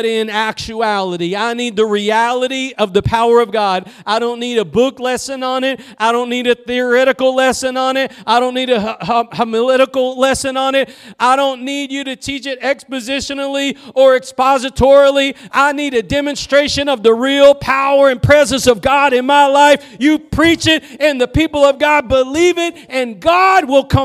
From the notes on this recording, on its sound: Preached at Gospel Lighthouse in Bossier City, La.